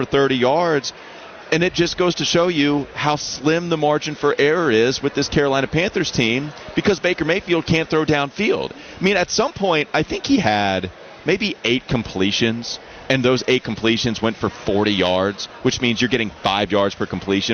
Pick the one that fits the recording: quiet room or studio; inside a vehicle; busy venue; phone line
busy venue